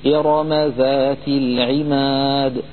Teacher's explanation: يقرأها ورش رحمه الله بالتفخيم ولا يرققها